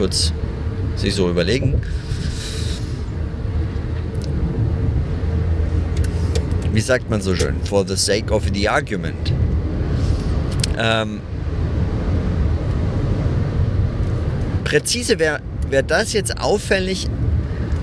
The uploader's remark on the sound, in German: auf der Fahrt von Nürnberg nach Köln - leider mit sehr schlechtem Sound